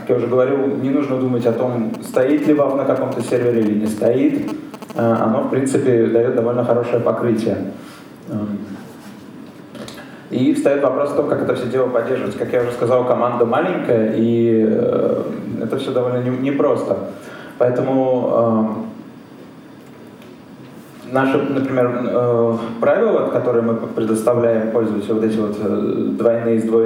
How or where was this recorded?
live audience